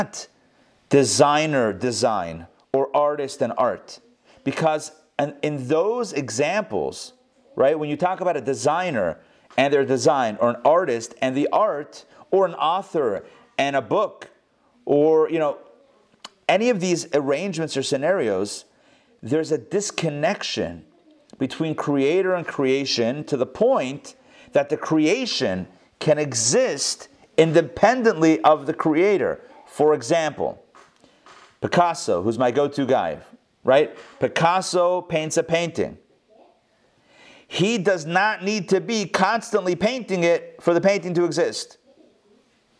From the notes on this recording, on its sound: Recorded live in Atlanta on November 29, 2020